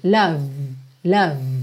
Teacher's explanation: o E final não é pronunciado. Então, primeiro cuidado que você tem que ter, terminar no V.